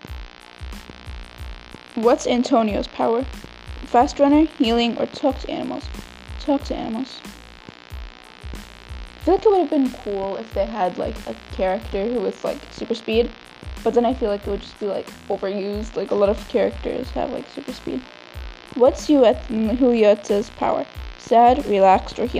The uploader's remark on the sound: Im recording this episode on vacation at the deepest place on the entire Earth. Sorry for the buzzing if its bothering you.